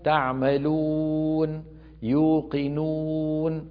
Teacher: الواو العربية ليس فيها ارتفاع لوسط اللسان، وليس فيها شائبة صوت الياء، بل هي واو خالصة